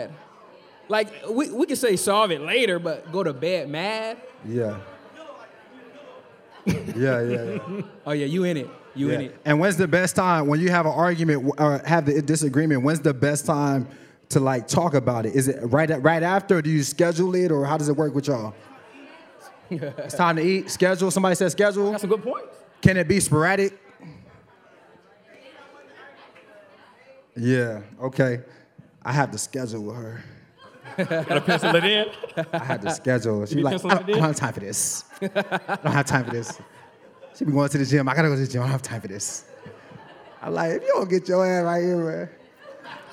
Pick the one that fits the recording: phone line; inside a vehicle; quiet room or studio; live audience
live audience